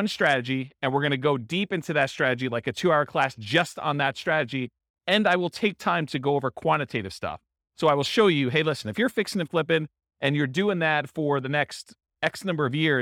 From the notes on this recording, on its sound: This was a live class recorded